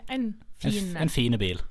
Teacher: Ja, det er i hvert fall det at det har vært da, før en svarabakti vokal mellom to konsonanter, og så har rett og slett den siste konsonanten falt bort, og så har svarabakti vokalen blitt værende igjen